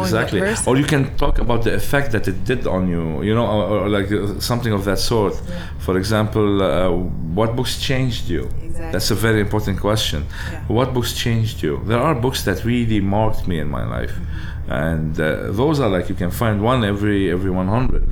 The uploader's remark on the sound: recorded at his board game cafe On Board